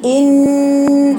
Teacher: في غنة بقى، في حركتين كده، الغنة دي حركتين